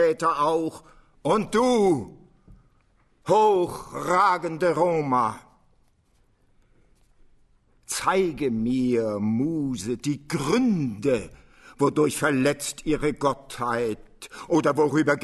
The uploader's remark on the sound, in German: Live-Mitschnitt. Im April 2006 im Residenztheater an sechs Abenden gelesen hat.